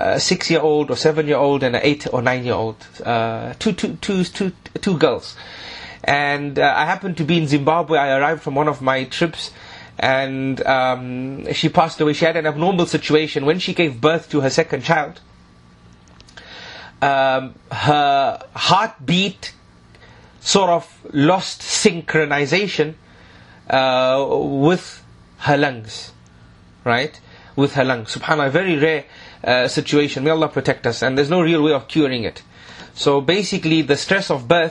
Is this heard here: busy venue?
no